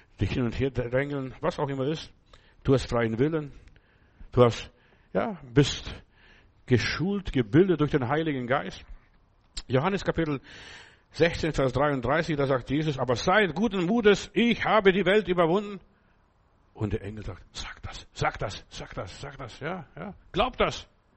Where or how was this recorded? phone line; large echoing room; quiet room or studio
large echoing room